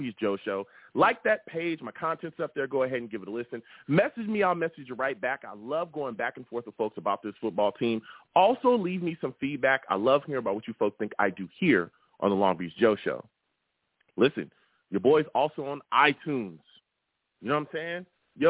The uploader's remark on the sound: I also take live callers!